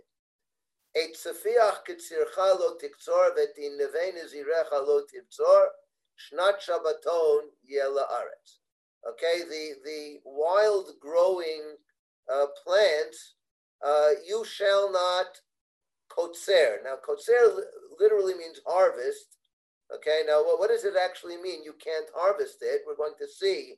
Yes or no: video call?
yes